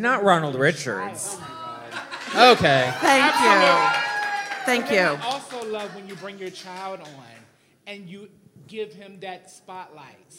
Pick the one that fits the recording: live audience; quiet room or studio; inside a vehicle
live audience